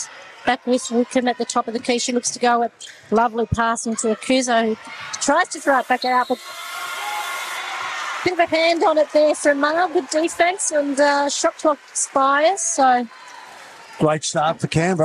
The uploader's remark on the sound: We’re LIVE from the National Convention Centre in Canberra. Despite a tech hiccup we are able to get most of our pre-game chat before tonights live call.